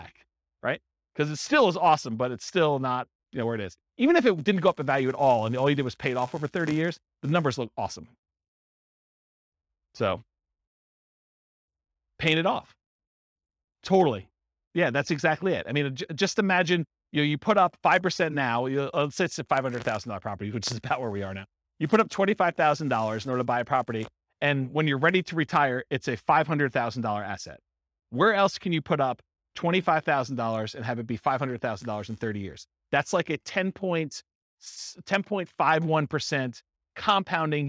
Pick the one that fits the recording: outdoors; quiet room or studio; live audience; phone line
live audience